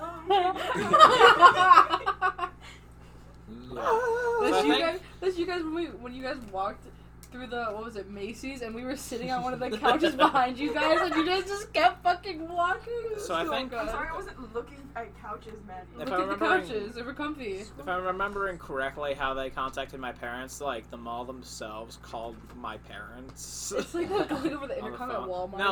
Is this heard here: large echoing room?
no